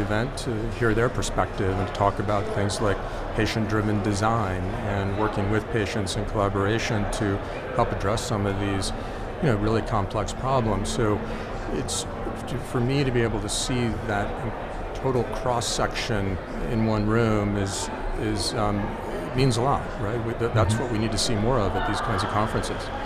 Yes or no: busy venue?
yes